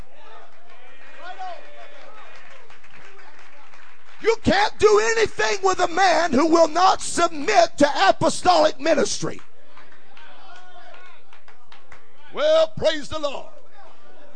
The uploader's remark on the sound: at the 2008 Mid-South Apostolic Men's Conference Jennings, LA